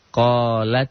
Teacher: sifat hamasnya jadi hilang, to-nya jadi double.